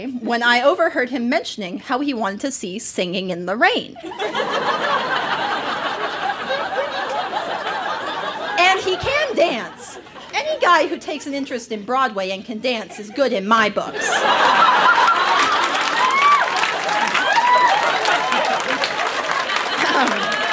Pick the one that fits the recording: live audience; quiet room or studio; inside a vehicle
live audience